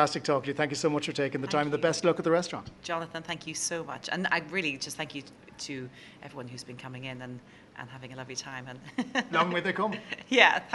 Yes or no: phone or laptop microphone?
no